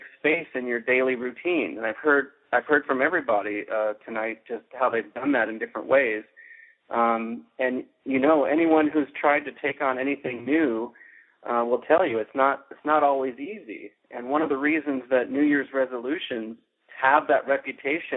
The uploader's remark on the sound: Journaling Course Conference Call. We go directly to the Journaling Classroom and listen in to participants’ sharing.